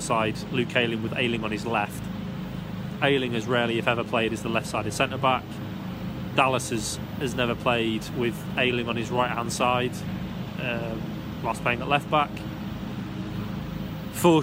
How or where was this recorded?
busy venue